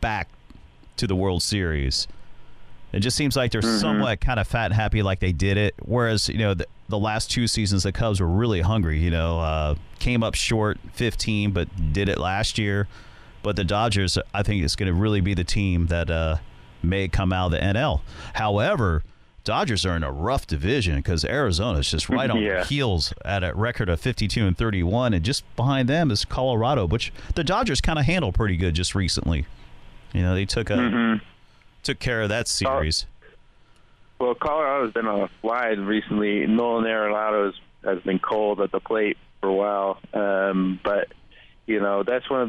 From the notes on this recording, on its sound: phones in from the City